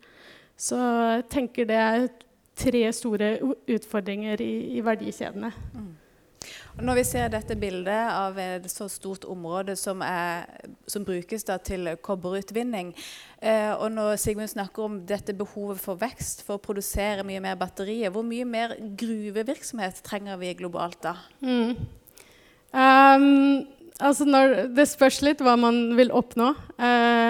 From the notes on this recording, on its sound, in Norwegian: Denne podkastepisoden er en live-innspilling fra Energiseminaret 2023 på NMBU.